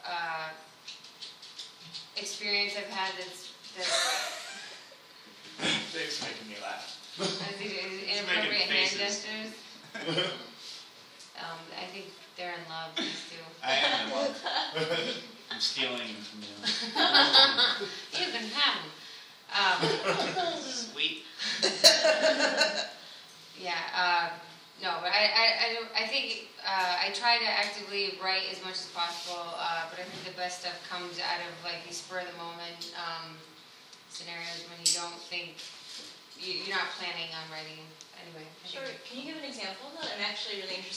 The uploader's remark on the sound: At 24:30—(open the questions up to the audience).